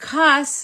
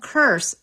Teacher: The word cuss is actually from curse after the R got dropped · Shown in: first take · Term: R dropping